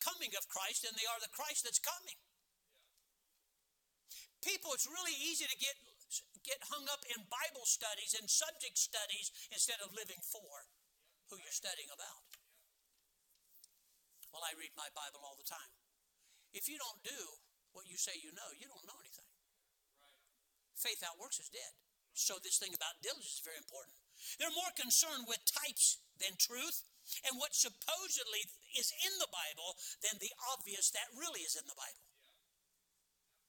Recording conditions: large echoing room